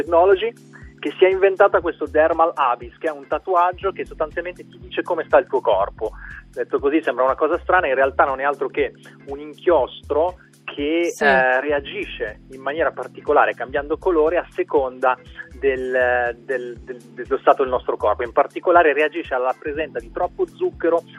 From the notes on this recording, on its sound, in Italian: Al telefono. Da Los Angeles.